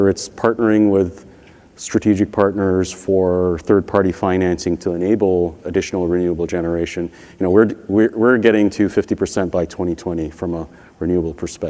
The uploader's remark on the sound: The best of live interviews from GreenBiz events.